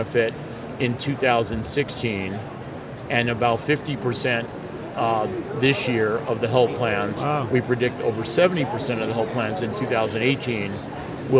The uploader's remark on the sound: LIVE From #HiMSS17